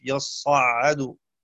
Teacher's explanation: وقرأ حفص بتشديد الصاد والعين دون ألف يصعد